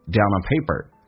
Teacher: Down 跟 on 可以有个连叫 downon · Term: 连音